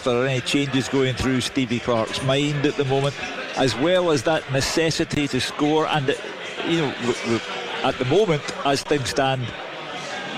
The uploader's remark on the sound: live from Scotland HQ at Drygate Brewery